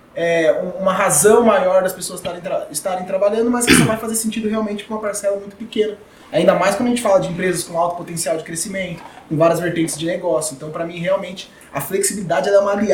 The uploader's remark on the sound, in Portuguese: Diretamente do Silicon Valley Web Conference